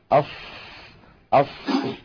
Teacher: كذلك نجد بأن الهواء والنفس يتدفق مع حرف الصاد · Term: الهمس